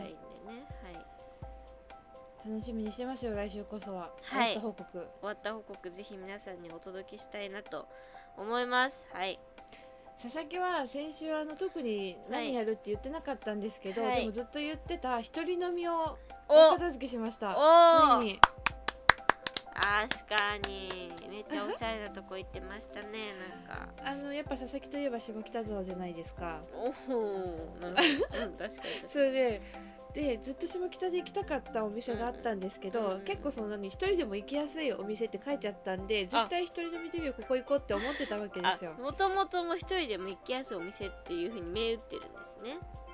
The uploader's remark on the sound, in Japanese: 工事の音にもめげない声で！家の前では工事を行なっており。雑音が入ってくるやもしれません。